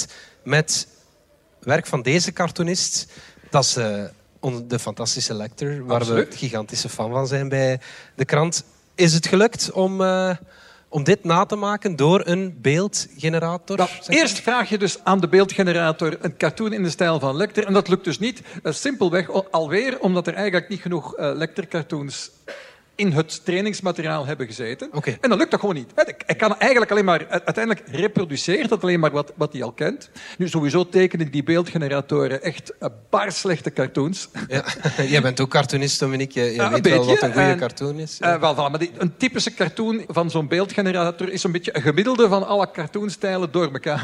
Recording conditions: live audience